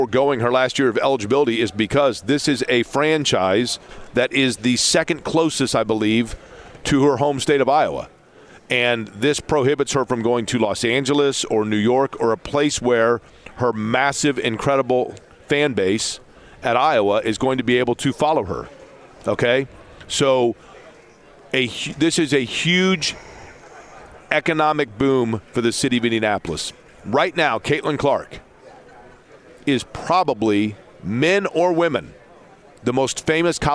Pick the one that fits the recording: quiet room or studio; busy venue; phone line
busy venue